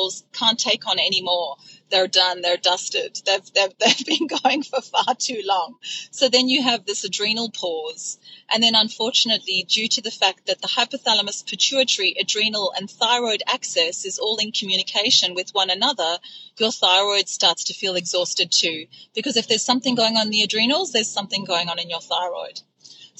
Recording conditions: inside a vehicle